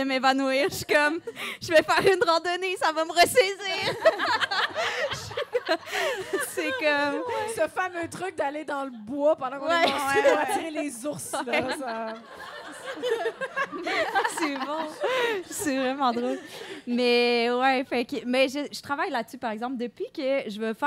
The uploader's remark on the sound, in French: Enregistré devant public au Café Tuyo à Montréal mercredi le 6 décembre 2023.